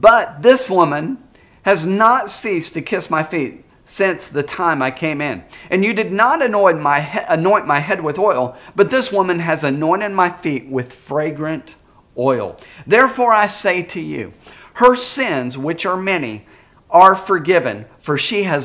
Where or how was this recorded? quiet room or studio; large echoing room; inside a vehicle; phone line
large echoing room